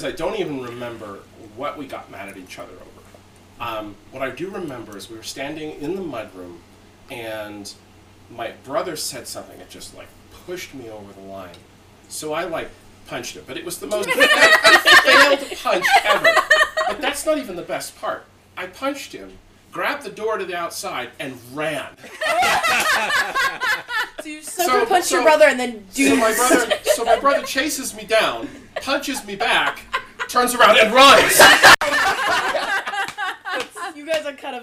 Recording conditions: poor microphone